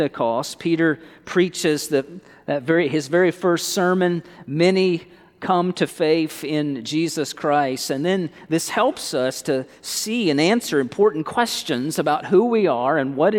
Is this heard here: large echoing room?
yes